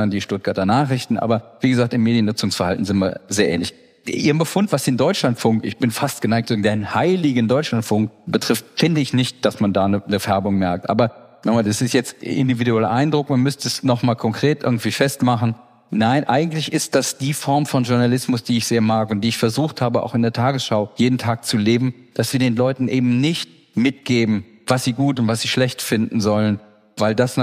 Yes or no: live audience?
yes